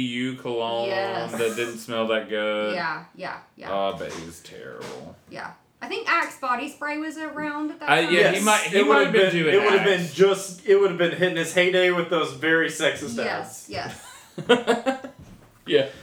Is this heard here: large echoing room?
no